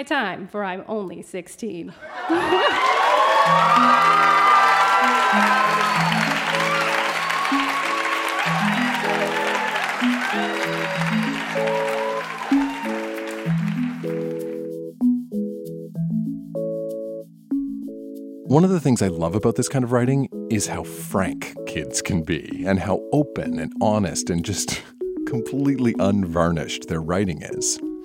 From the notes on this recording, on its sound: Recorded live at the Gladstone Hotel Ballroom in Toronto, ON.